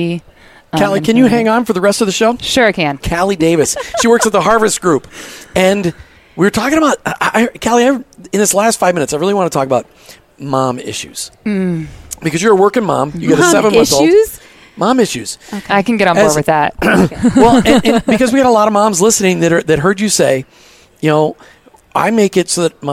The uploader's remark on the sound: LIVE from Rogers, Arkansas at this year’s Workmatters Conference